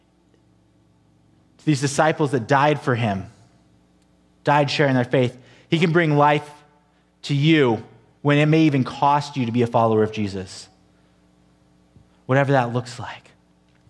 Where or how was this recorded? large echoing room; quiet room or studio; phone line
large echoing room